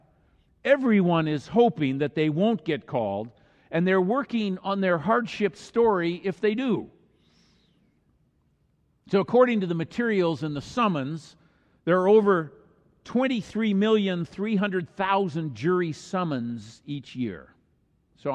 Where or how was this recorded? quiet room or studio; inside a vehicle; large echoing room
large echoing room